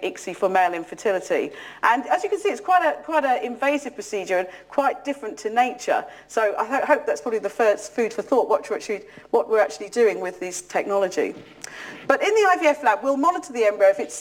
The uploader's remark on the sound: UCL Lunch Hour Lecture